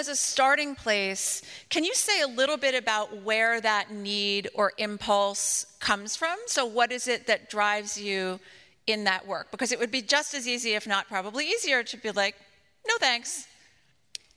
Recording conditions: live audience